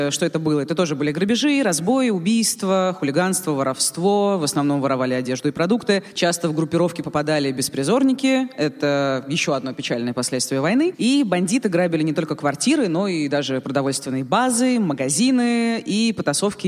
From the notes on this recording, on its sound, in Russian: Открытая запись. В новой открытой записи из Питера!